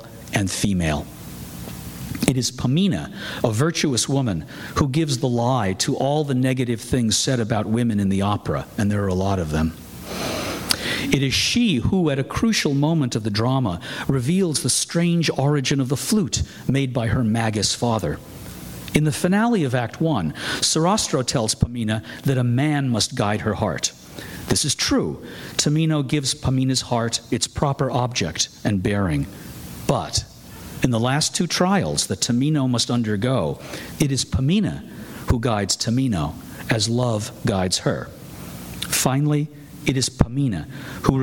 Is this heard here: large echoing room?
yes